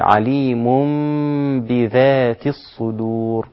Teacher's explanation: لا بالفرجة ولا بالإطباق، بتلامس الشفاه هكذا كما تلقيناها على مشايخنا وعلمائنا، فتقول عليم بذاتي، عليم بذات الصدور، لا تقول عليم ولا عليم، هذه خطأ وهذه خطأ. الصحيح أن الشفتين تكون متلامستان، لا بالإطباق والكز ولا بالانفراج أو بالفرجة بين الشفتين، فتقول عليم بذات الصدور.